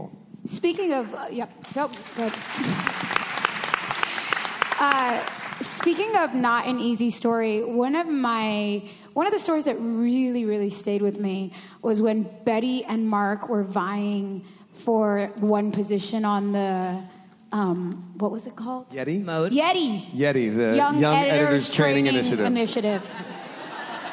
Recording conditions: busy venue